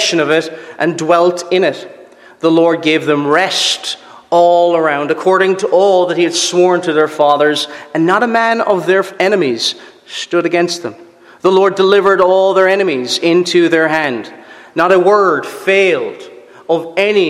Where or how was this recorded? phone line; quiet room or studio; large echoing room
large echoing room